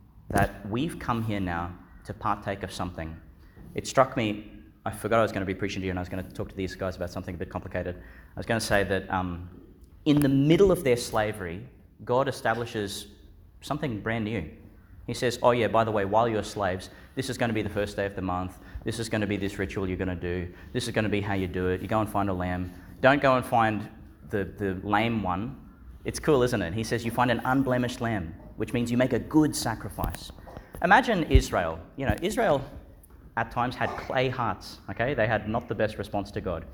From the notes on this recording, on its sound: Delivered in Our Lady Star of the Sea Church, Gladstone, Qld. Joined by some of our primary school children.